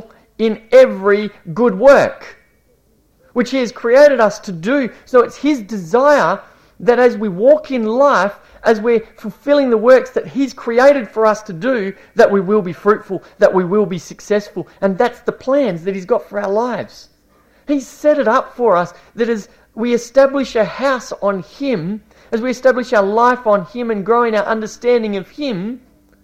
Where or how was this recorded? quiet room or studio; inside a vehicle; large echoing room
large echoing room